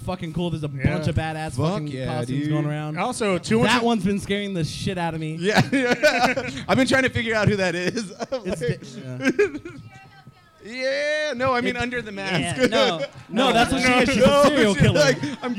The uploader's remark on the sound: Live from 10 Sports Bar and Grill.